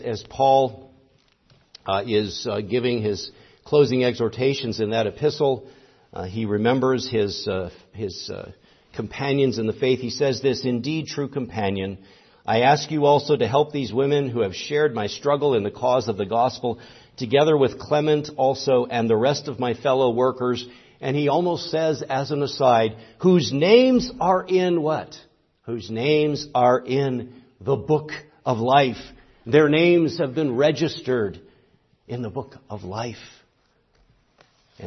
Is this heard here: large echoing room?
yes